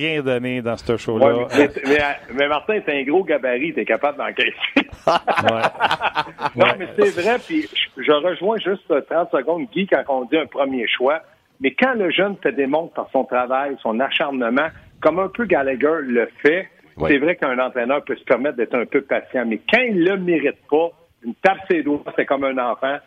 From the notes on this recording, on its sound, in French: Au bout du fil. En studio.